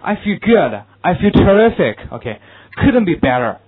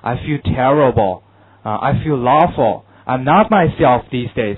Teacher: 都是比较上扬的语调，比较欢快的语调 · Shown in: first take